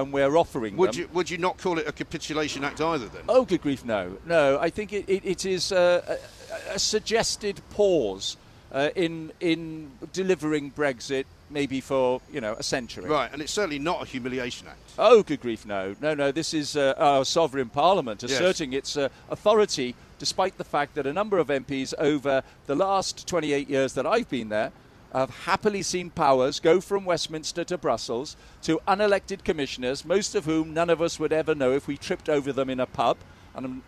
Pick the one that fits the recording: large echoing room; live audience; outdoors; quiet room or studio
outdoors